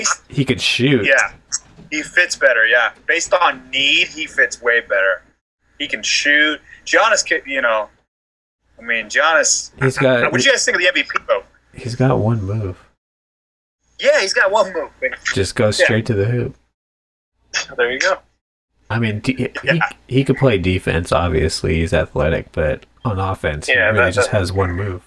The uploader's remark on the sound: This week we try Zoom one more time.